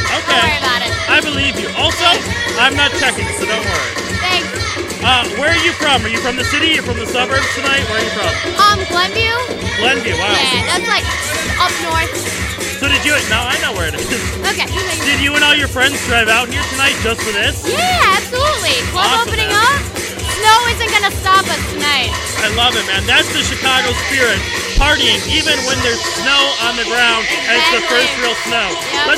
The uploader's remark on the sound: Recorded at the NOIZE R!OT kick-off event.